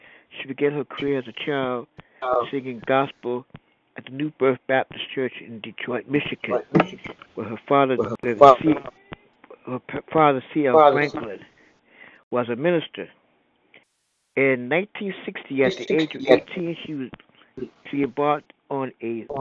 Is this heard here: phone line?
yes